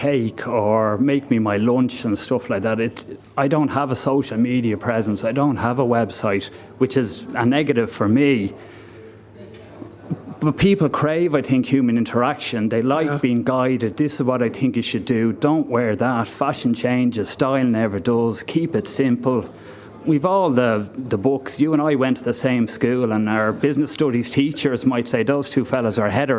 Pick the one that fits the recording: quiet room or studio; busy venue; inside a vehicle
busy venue